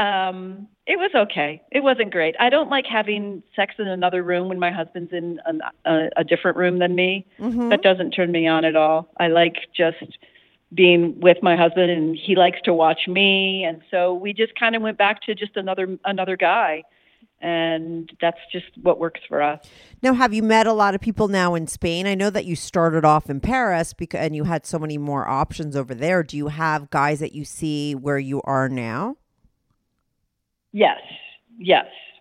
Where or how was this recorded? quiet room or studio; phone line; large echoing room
phone line